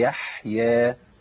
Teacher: لان مشيت صوت في الحاء، الحاء الساكنه فيها رخاوه بيجري فيها الصوت